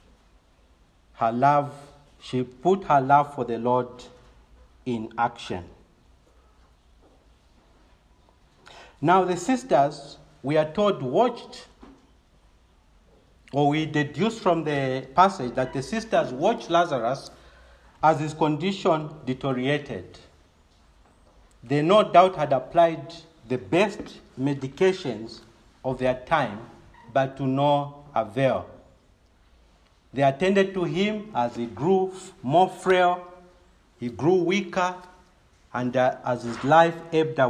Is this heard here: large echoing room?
yes